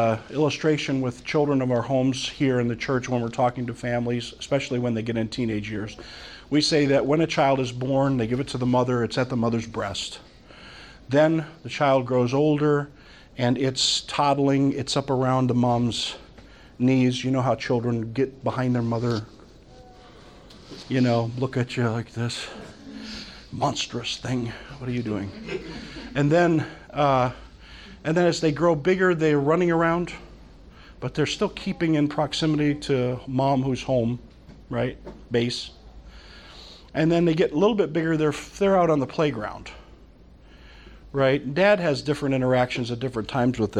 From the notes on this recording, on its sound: From the Summer 2015 Clearnote Conference.